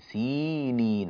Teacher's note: بعض الناس، كثير من الناس يقرأها وطور سينين، لا مش سينين، سينين هكذا بياء ممدودة بعد السين، يعني ياء بمقدار حركتين بعد السين